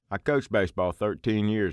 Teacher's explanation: It's called the monophthongization of the diphthong I, and that's where I becomes like I.